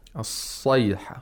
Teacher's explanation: the root of the tongue is raised and also the mouth opens vertically · Term: sod